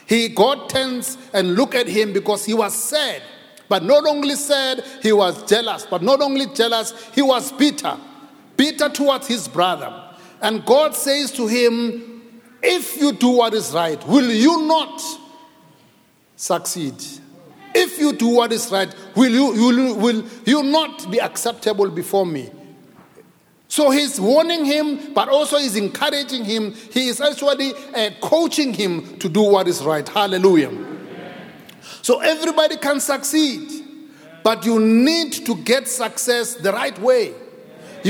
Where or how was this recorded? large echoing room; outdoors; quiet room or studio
large echoing room